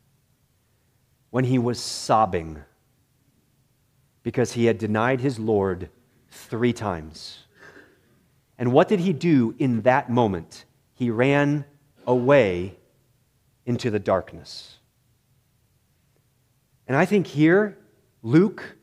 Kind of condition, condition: setting, large echoing room